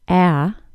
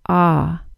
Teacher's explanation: Let's move now from the short A, a low front vowel, to short O, a low back vowel. The short A sounds like a, and the short O sounds like ah.